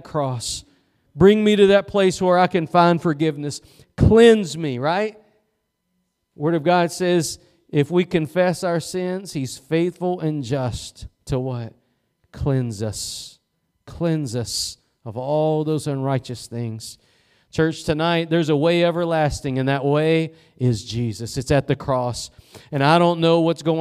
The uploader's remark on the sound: Preached at Gospel Lighthouse in Bossier City, La.